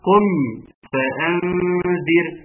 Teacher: قالت لنا لسه كده، خدوا بالكم منها، قالت ركز على الاظهار من ان يختفي، من ان يختفي، اوعى الميم تختفي لقرب المخرج · Term: إظهار للميم